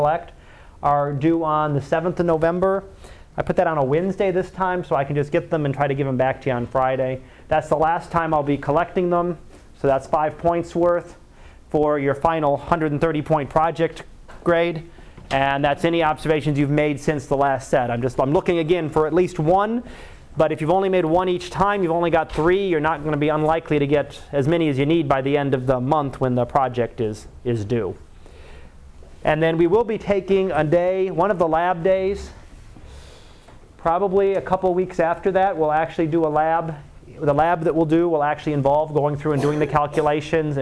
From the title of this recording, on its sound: Live Class Lecture